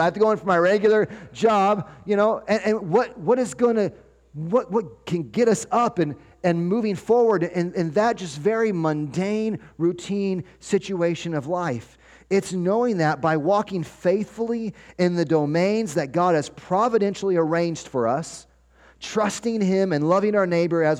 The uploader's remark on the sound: 12-24-23 Sunday Morning Sermon Audio